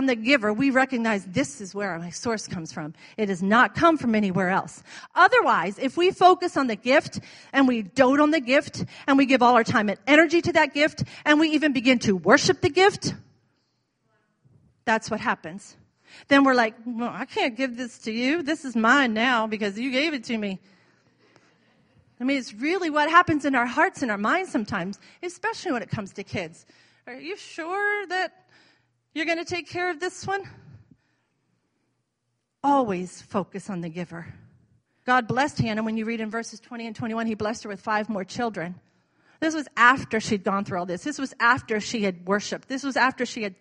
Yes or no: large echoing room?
yes